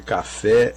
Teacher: Aquela que se pronuncia com mais intensidade, né? A sílaba tônica de café é fé